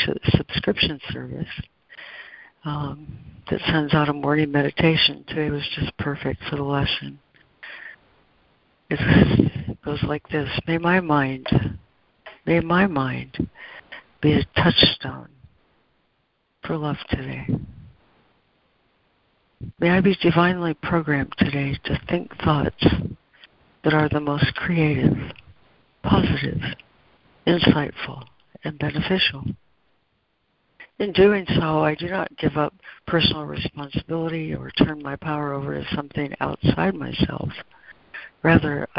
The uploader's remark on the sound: ACIM Daily Conference Call.